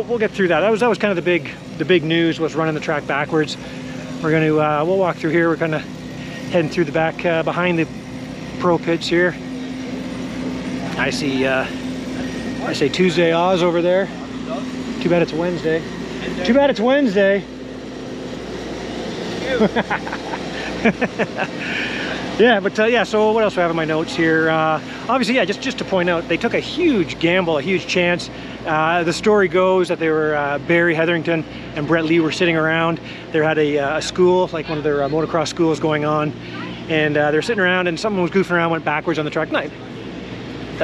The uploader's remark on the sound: 2023 TransCan Day 1 Walk And Talk Podcast